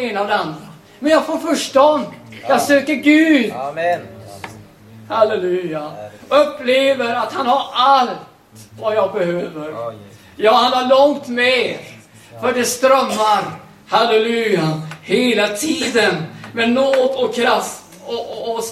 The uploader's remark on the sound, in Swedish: Liveinspelning